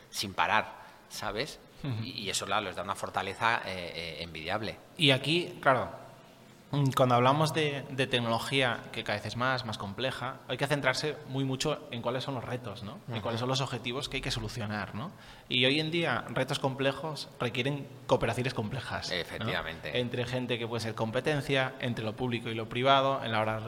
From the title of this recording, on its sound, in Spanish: Podcast en directo: La Granja Summit